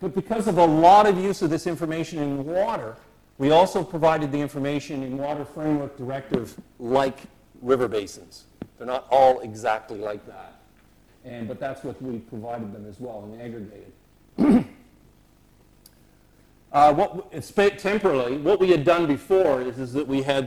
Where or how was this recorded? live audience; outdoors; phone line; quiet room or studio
live audience